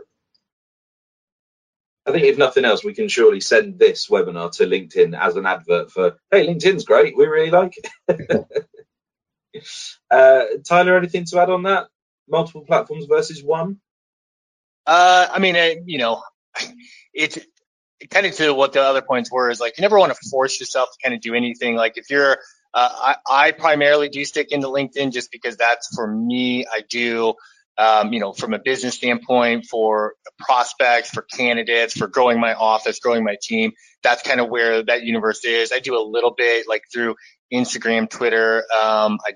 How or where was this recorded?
video call